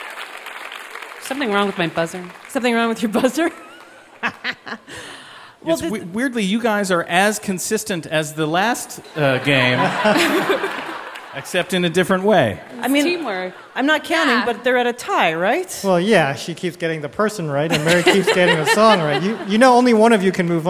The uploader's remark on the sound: Live from Central Park's SummerStage Festival.